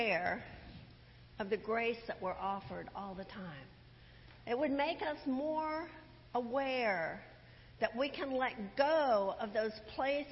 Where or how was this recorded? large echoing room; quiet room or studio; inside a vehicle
large echoing room